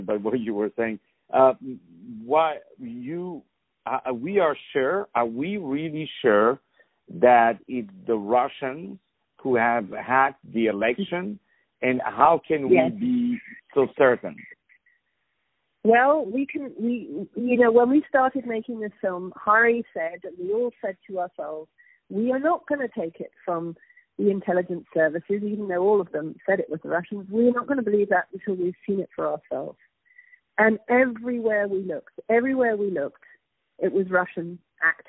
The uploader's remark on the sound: On the phone